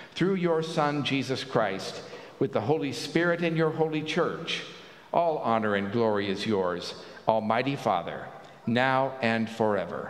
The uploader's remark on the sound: At Pender UMC Traditional Worship on Sunday, September 3, 2023 at 9:00 am